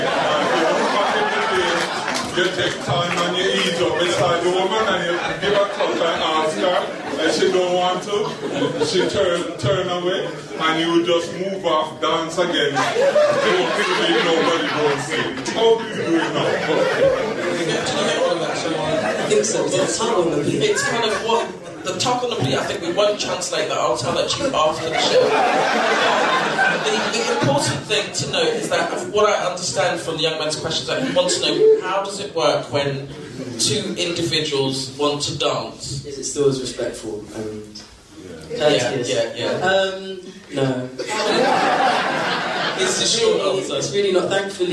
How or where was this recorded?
busy venue